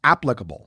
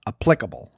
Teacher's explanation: it's the first syllable that you're supposed to emphasize · Shown in: first take · So it's applicable, not applicable.